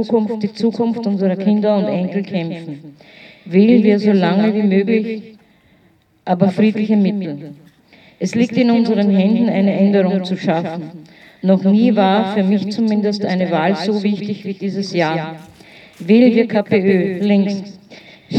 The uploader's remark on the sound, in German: Im Goethehof in Wien-Kaisermühlen. Diesmal in Form eines Rundgangs durch den Goethehof. Leicht gekürzte Aufnahme aller Reden und Musikbeiträge an allen Stationen des Gedenkrundgangs.